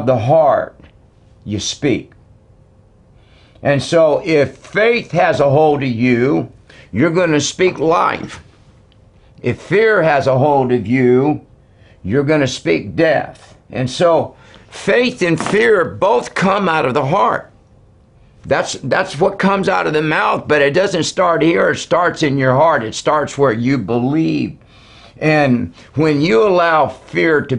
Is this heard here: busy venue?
no